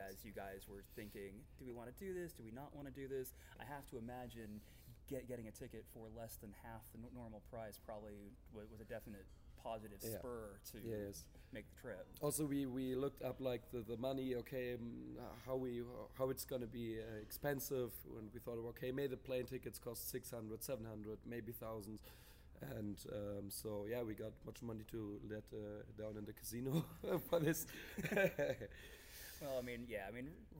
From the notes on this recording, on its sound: On location at West Coast Tournament in St. George Utah.